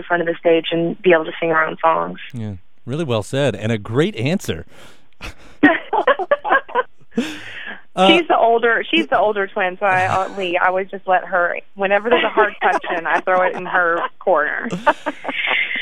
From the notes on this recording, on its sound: grabbed some time over the phone